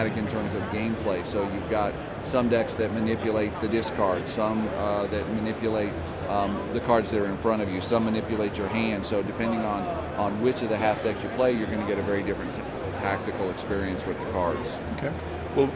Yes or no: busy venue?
yes